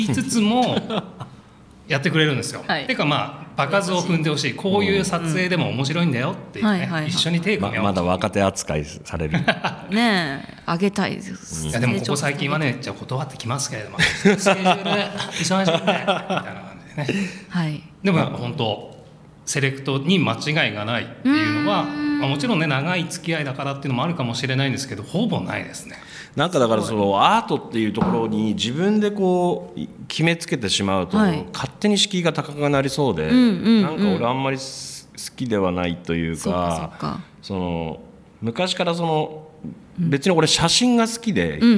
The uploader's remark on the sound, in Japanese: 公開収録